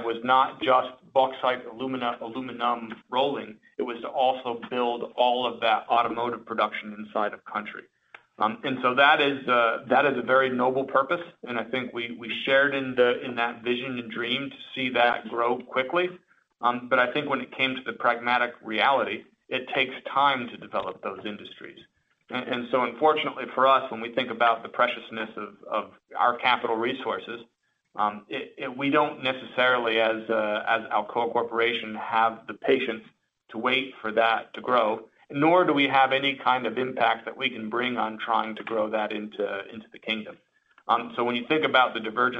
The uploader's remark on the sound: Alcoa (AA) Q2 2019 Earnings Call